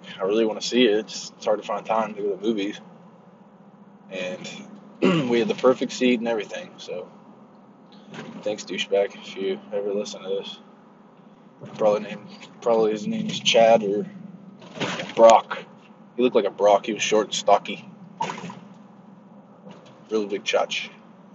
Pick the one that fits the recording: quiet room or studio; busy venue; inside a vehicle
inside a vehicle